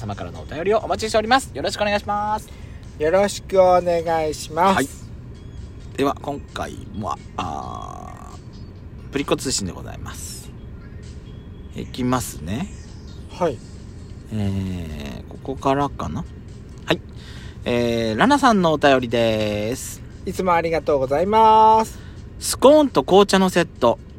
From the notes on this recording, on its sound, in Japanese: パーキング収録